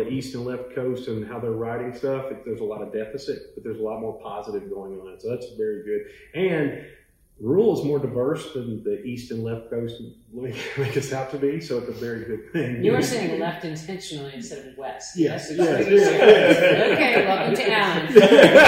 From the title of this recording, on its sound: Live from The National Forum to Advance Rural Education